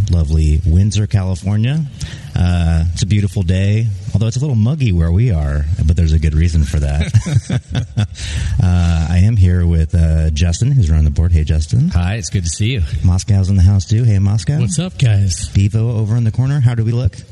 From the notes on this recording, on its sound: Live From Russian River Brewing Company. At his famed Russian River Brewing Company's new location in Windsor, California for some live pod.